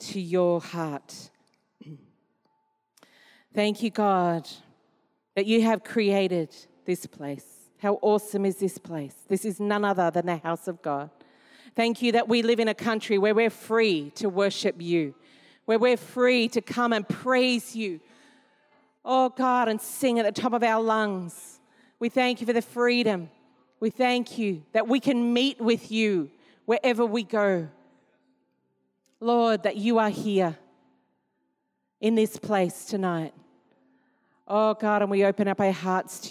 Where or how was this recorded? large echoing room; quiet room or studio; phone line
large echoing room